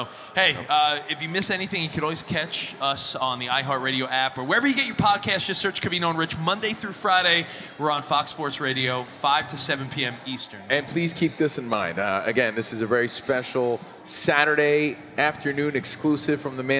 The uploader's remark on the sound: NBA-Con Las Vegas. Are live at the tip-off of the NBA Summer League!